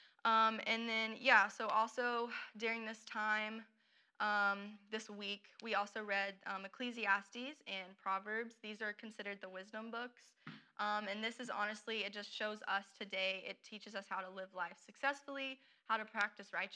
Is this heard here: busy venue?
no